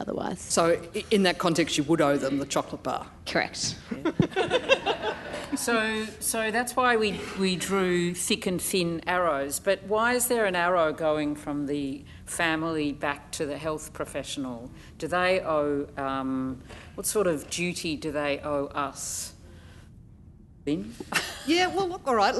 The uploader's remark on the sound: In the closing plenary session of the 2019 National Children's Bioethics Conference